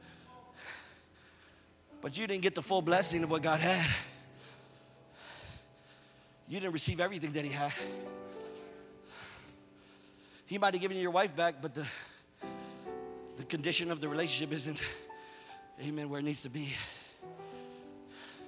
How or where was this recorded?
live audience